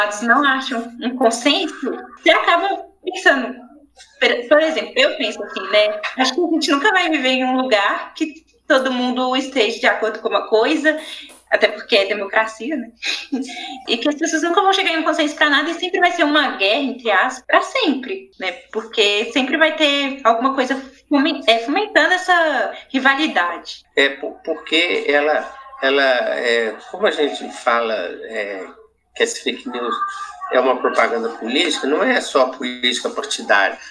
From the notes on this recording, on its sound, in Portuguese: Esse podcast foi gravado através da plataforma "google meet", por isso existe algumas falhas, mas foi o método encontrado em tempos de pandemia. Esse podcast é gravado por alunos da rede pública de educação.